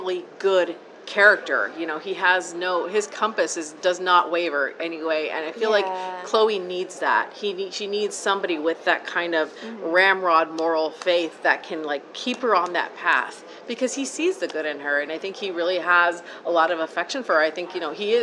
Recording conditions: busy venue